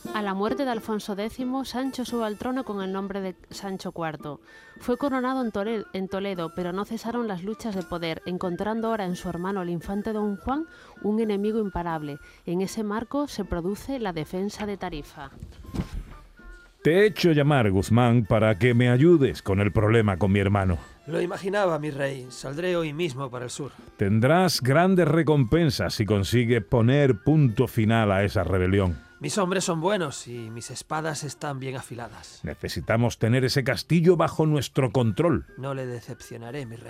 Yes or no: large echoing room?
no